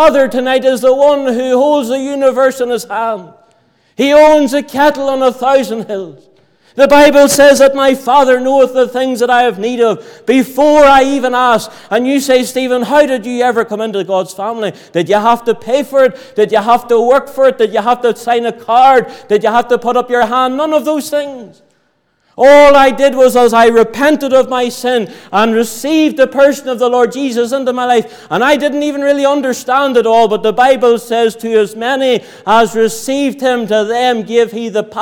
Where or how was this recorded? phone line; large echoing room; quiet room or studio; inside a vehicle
large echoing room